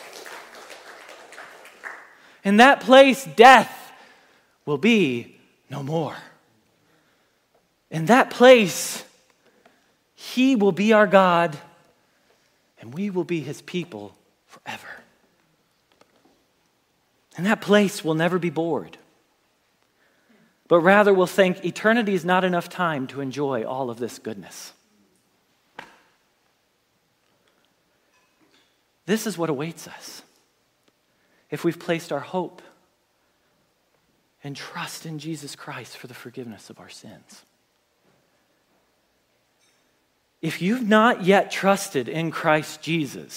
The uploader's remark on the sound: Message Preached at Valley Creek Church